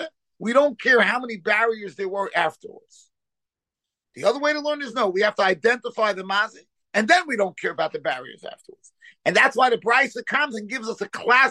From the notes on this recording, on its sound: Shiur given over Zoom.